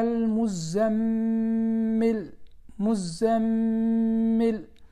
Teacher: الميم عليها شدة فنقف مقدار حركتين · Term: حرف غنة